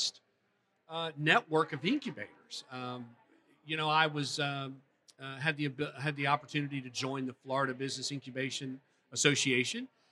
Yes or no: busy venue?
yes